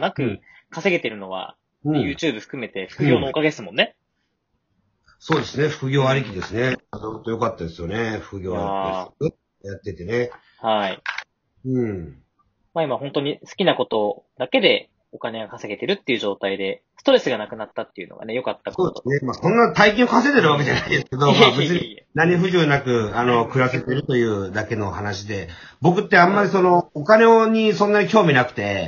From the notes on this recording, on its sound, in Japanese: 今回は収録状況の関係から、参加者間のやり取りにリモート特有のタイムラグが（普段以上に）生じております。